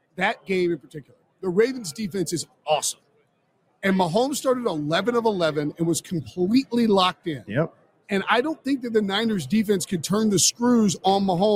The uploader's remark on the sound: LIVE from Radio Row